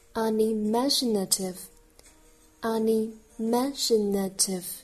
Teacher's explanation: 它的重音在 ma 那里，因为动词是 imagine